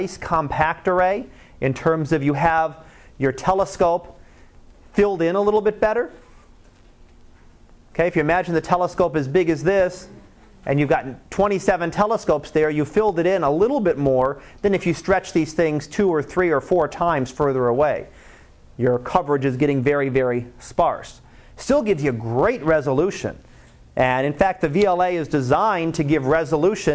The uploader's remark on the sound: Live Class Lecture